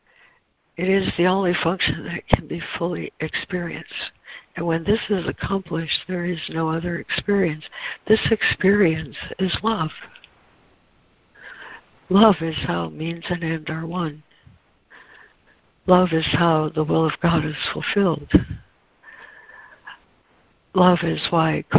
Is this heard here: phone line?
yes